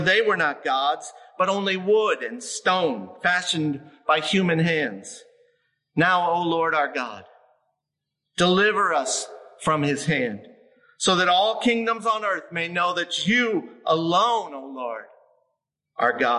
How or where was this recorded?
large echoing room